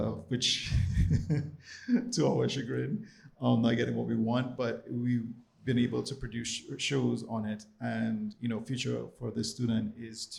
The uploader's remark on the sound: we held a live panel for our POSTNAB tour